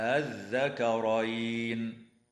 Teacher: الوجه الثاني تسهيل همزة الوصل من غير مد